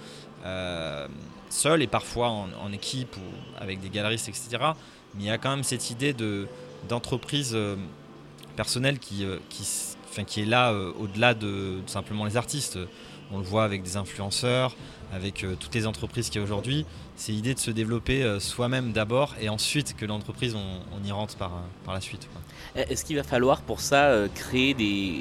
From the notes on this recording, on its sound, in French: Dernier entretien de la série enregistrée à l'occasion de la foire Around Video de Lille